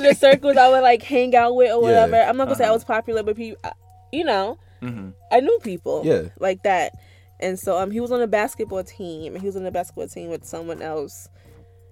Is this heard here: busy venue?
no